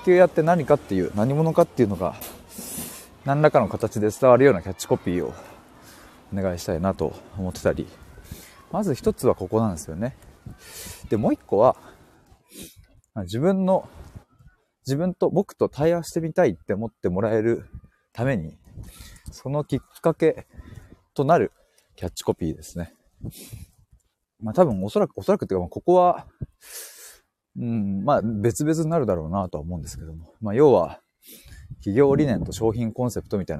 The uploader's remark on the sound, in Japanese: 歩きながら。LIVE。